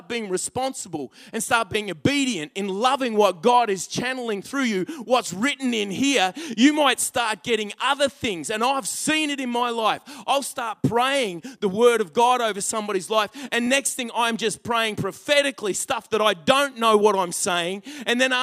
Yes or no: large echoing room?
yes